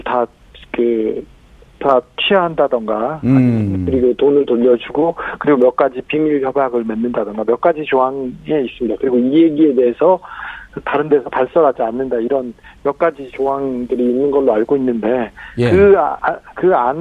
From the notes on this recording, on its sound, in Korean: 전화연결